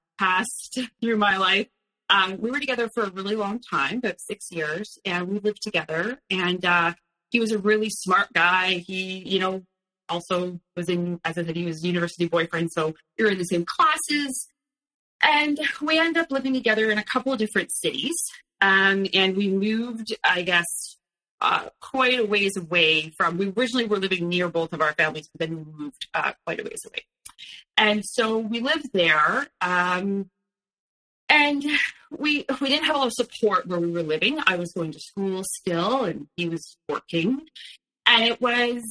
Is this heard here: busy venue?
no